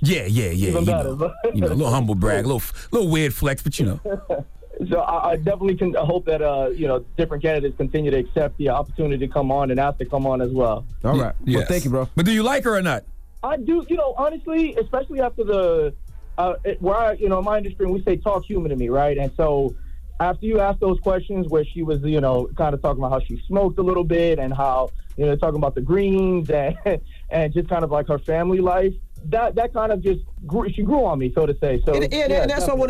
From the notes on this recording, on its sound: We opened up the phone lines to see if our listeners thought if there was any acceptable time to wear blackface.